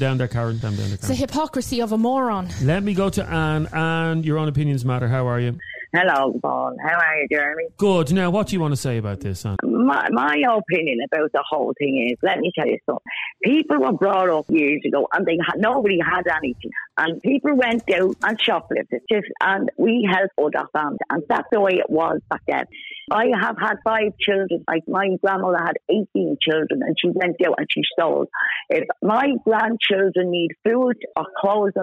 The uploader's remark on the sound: A woman phoned.